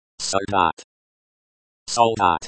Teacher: The stress in солдат is on the second syllable.